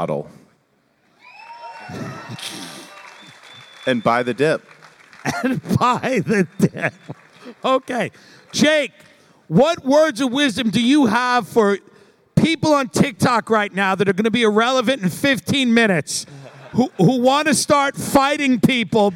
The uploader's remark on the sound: Live from the Bitcoin Conference in Miami. They handle a few hecklers.